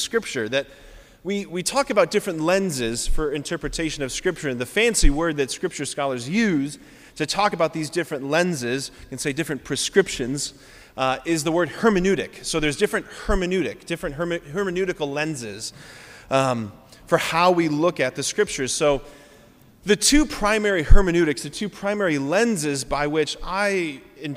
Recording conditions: large echoing room